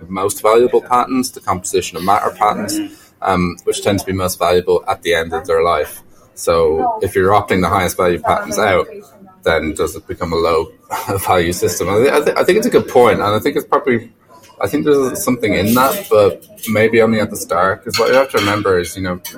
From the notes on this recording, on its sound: The team joins you live from the Managing IP Intellectual Property & Innovation Summit in London. We recorded from the IP & Innovation Summit held in London.